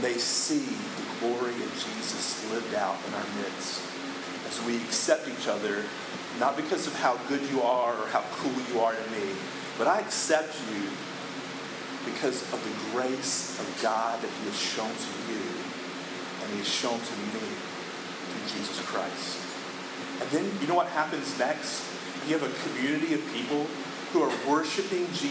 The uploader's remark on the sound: poor audio